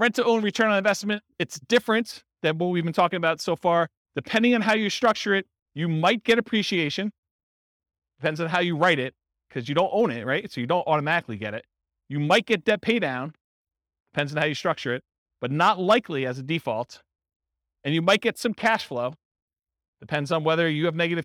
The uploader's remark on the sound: This was a live class recorded. In Chandler, Arizona.